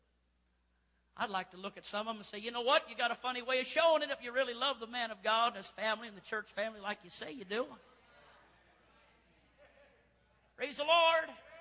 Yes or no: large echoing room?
yes